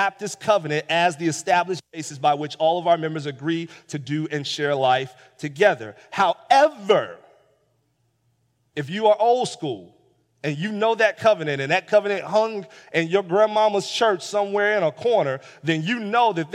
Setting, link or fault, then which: setting, large echoing room